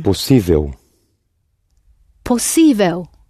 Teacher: That final L sort of slid away into a W sound.